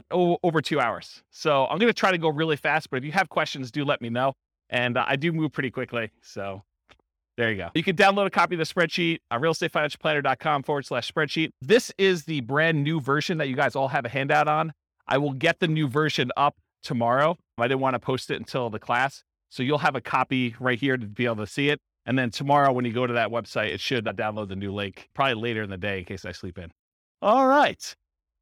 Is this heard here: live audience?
yes